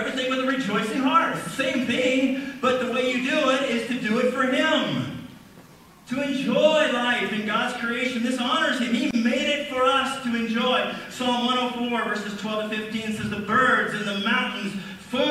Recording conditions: poor sound quality